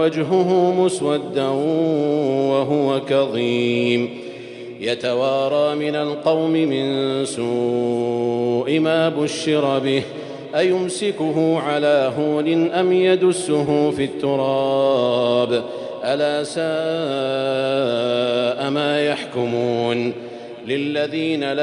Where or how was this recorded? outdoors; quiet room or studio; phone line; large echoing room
large echoing room